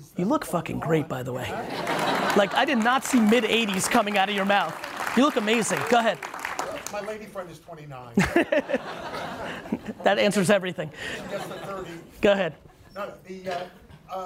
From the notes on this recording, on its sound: this is a Keynote and Q&A from AdWeek here in NYC